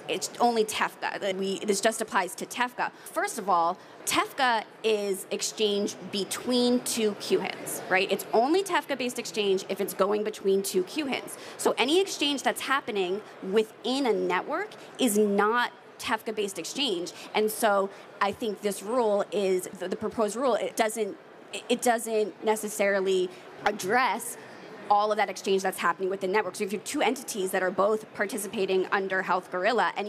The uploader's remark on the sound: Live at HIMSS 2023